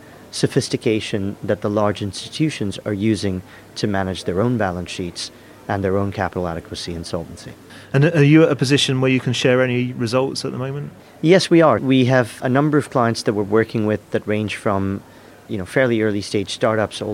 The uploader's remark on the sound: Recorded in partnership with CFA UK from their Fintech Interactive Forum, 'Asset management: Rise of the machines', at the offices of Inmarsat in London.